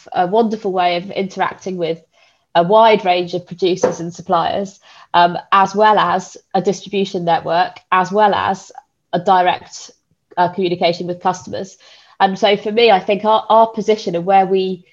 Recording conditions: video call